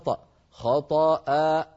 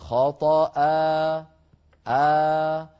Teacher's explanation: أنا الآن تعمدت قفل الوترين الصوتيين، فختم الصوت بهمزة ساكنة · Shown in: first take · وليس في آخر كلمة خطأ، ليس هناك همزة ساكنة، إذن لابد أن نقول خطأ، فالوترين يبقيان بعيدين عن بعضهما والصوت يتخامد ويتلاشى شيئا فشيئا.